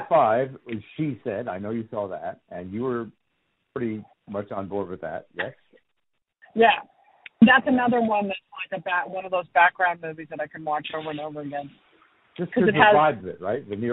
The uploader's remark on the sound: Was driving across Colorado as we spoke so the podcast naturally happened over the phone.